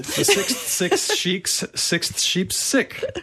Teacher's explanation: Sixth is really difficult because you've got three really, really chunky sounds in a row, right? You've got a k, which is in the back of your throat. Then you've got a s.